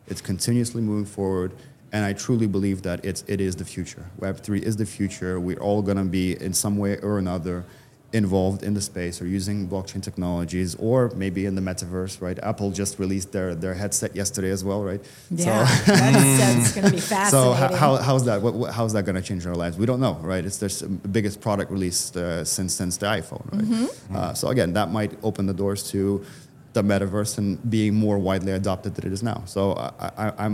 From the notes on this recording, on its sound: LIVE FROM MONEY 20/20 EUROPE. Taped at Money 20/20 Europe in Amsterdam.